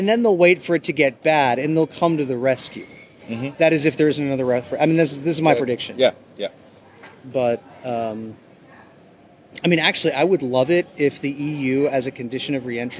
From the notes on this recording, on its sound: Starbucks (in the Squaire). Naturally, it was taped at a Starbucks in an Airport.